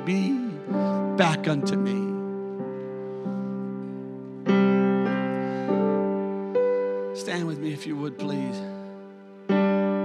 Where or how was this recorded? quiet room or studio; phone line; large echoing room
large echoing room